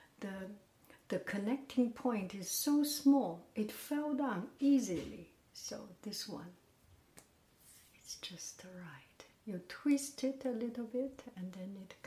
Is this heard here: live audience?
no